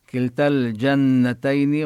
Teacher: كلتا الجنتين بالوصل تسقط الألف المدية حتى لا يلتقي الساكنان